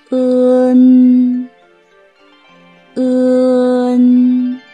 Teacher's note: 舌面后部抬高，向软腭运动。那同时，软腭和小舌下降，封闭了口腔的通路，打开鼻腔通路，气流从鼻腔通过。口型这个时候是继续保持发“呃”的时候的这样一个口型。“恩”，“恩”，“恩”。我发的稍微有一些夸张，但是大家在刚刚开始学习的时候，不妨也可以夸张地来发一发这个音。嗯，不知道大家有没有体会，我们的舌头有一个后缩的这样一个动作。除了正确地掌握发音要领之外呢，我觉得大家平时在学习的过程当中，也要注意用心去记一下哪些字词它是前鼻音，哪些 · Term: 后鼻韵母